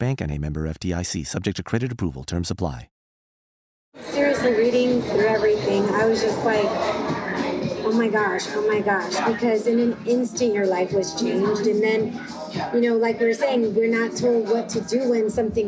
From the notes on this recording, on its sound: Thank you WetStone Wine Bar for hosting.